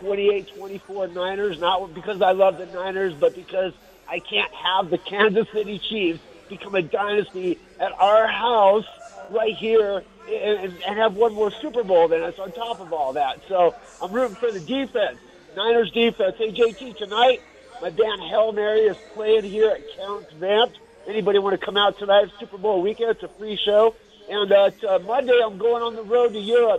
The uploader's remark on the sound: LIVE FROM CAESAR'S PALACE